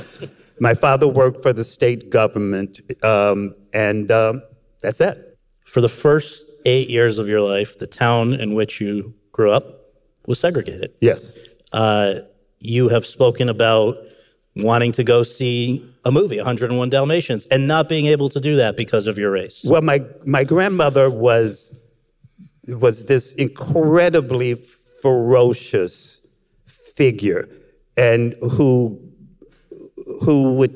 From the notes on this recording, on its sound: In front of an audience at the SCAD Savannah Film Festival